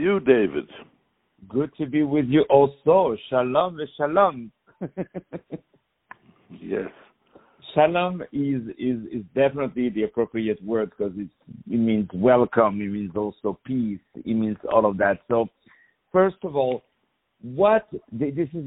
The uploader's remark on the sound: On the phone